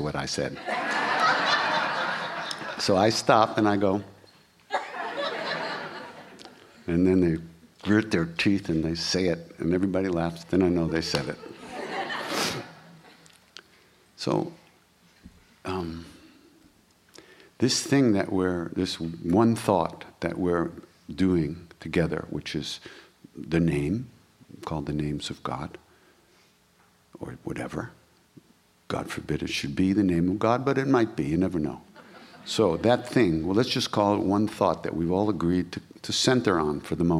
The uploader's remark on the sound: During the Heart of Devotion workshop at Princeton University.